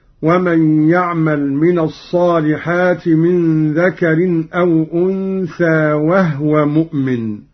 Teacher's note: قرأ قالون بإسكان الهاء هكذا